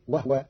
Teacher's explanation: قرأ قالون كلمة وهو بإسكان الهاء، فتصير وهو، والضم والإسكان في لغة العرب.